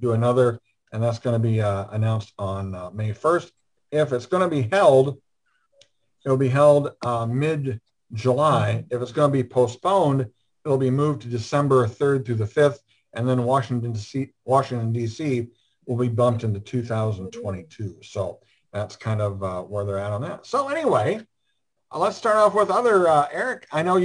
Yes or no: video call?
yes